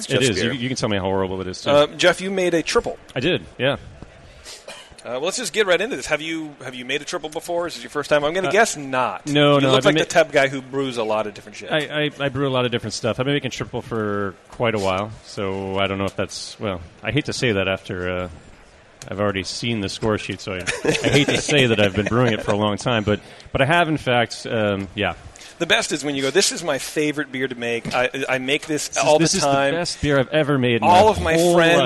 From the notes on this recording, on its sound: When we head off to HomebrewCon to commune with our fellow homebrewers, and do a live show on the conference floor!